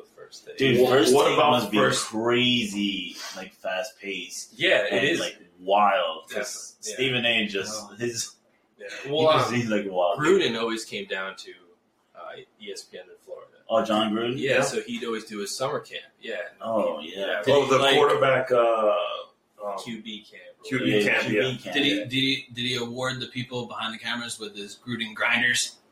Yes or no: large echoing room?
no